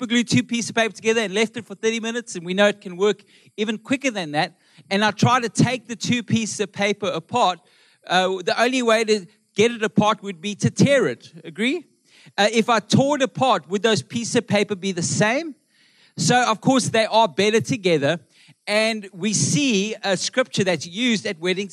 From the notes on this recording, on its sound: Melkbos AM. Recorded live on Sunday 20th August the 2023.